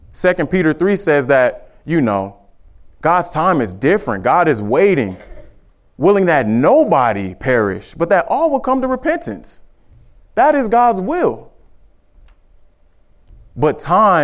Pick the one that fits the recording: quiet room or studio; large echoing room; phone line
large echoing room